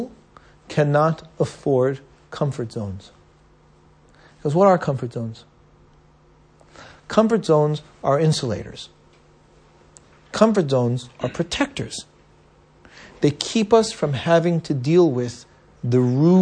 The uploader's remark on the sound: at Stanmore and Canons Park United Synagogue